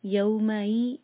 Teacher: حمزہ کی آواز cut off کے ساتھ کلیئر آئے